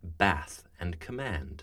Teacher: The lexical set bath is pronounced differently in many different dialects. In North American speech, this group of words merges with the trap group of words, and so they're pronounced bath and command.